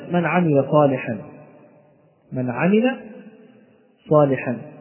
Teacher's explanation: فينطق بالنون ساكنة واضحة من غير غنة، وتفصل عن العين التي بعدها من غير سكت ولا تنفس، وتظهر العين كذلك واضحة في النطق. · Term: إظهار النون الساكنة